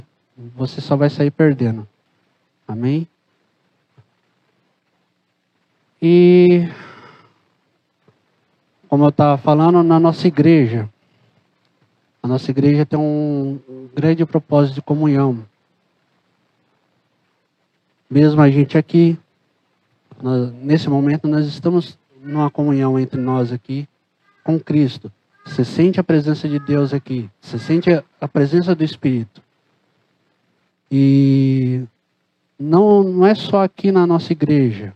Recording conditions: large echoing room